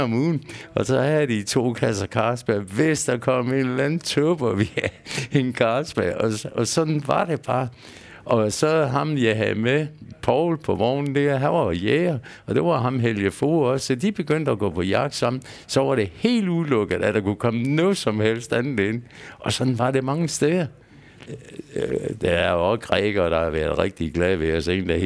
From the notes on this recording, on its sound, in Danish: Optaget på Bill’s Pub 47, Odense.